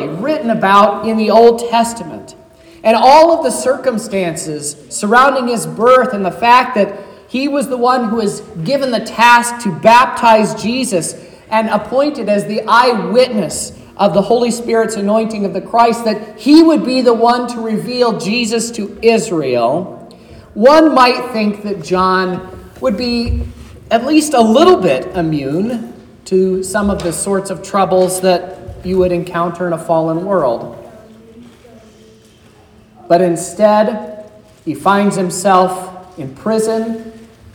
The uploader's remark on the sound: This is the sermon preached at Trinity Lutheran Church